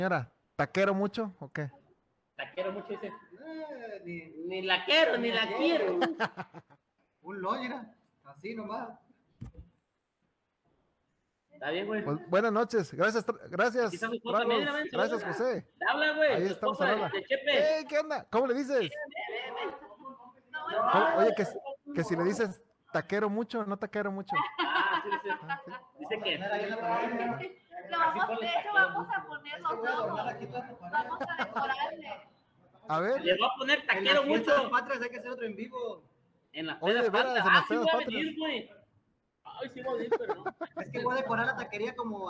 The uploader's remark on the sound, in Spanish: En vivo desde Tacos Los Primos